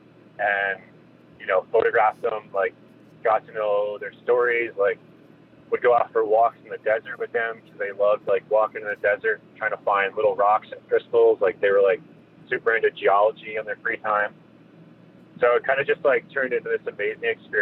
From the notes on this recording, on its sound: spoke while he was driving from Salt Lake City to Los Angeles